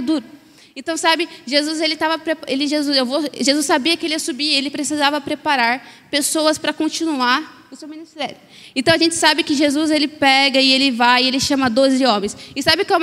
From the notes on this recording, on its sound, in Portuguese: Mensagem ministrada ao vivo